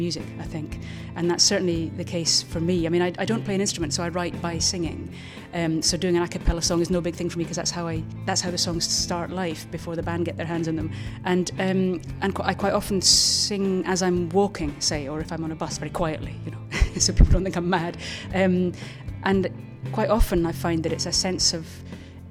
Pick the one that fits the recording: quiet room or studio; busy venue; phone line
busy venue